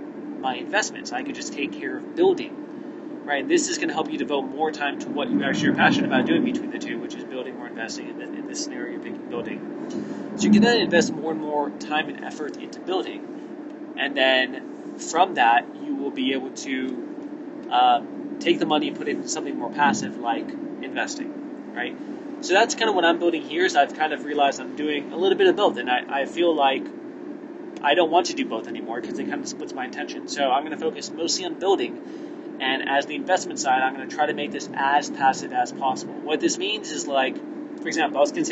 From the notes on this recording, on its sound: In the experimental episode (literally recorded on the road).